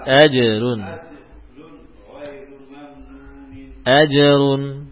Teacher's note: huruf jim qalqalahnya diperjelas lagi